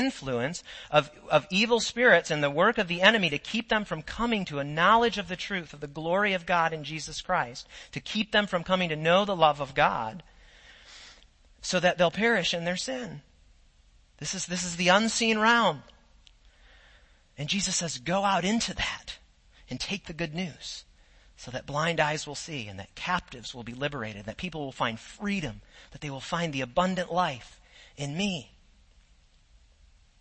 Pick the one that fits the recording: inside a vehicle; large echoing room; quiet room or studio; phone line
large echoing room